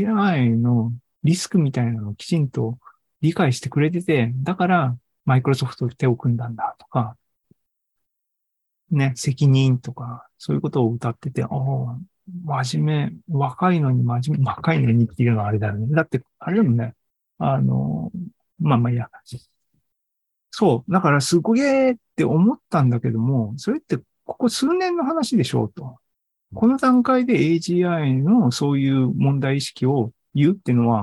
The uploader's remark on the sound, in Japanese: ２０２３年６月２４日に開催した ZOOMライブの模様です。